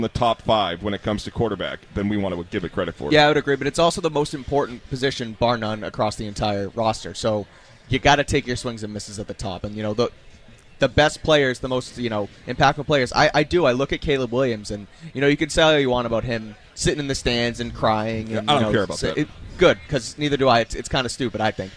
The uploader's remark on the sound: Live at The Harp at Gillette Stadium before Army-Navy.